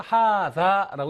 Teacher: 기본 오이표에 단모음으로 표시됐는데 읽을 때 실제로 장모음으로 1.5배 길이로 하다라고 읽어야 됩니다